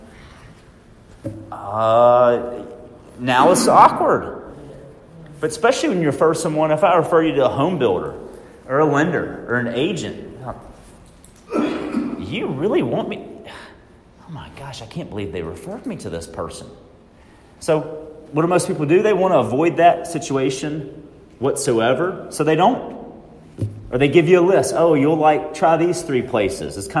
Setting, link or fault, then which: setting, live audience